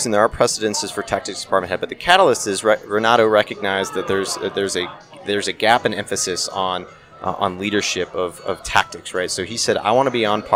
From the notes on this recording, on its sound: Live from Tailhook 2019